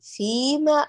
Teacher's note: انتبهي لإتمام حركة الميم الحرف الأخير لا تختلسي